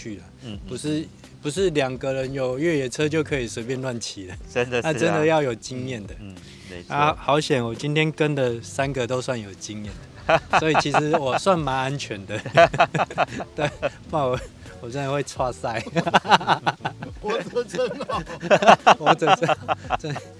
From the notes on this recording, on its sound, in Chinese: 所以騎完車 ，我們找個草原後，就這樣躺著 吹著風曬著太陽下，完成這次的錄音。當然戶外的音質不是最完美的，但有溫度～。